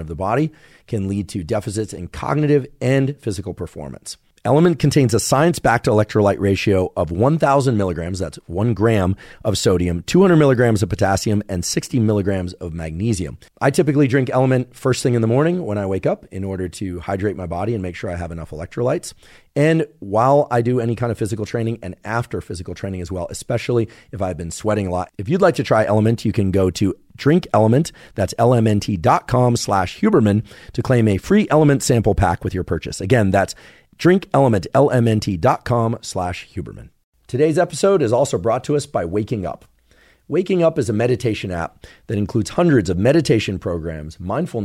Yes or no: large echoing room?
no